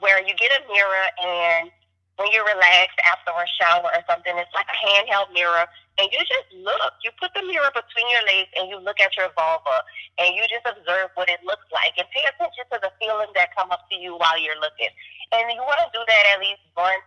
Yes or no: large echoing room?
no